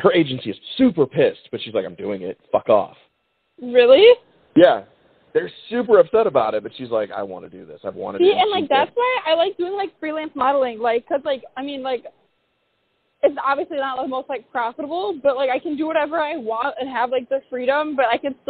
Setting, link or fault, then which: link, phone line